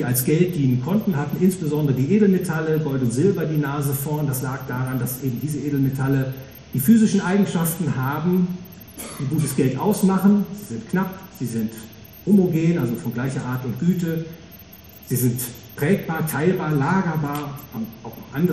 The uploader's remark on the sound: Gehalten auf der "World of Value". Frankfurt a.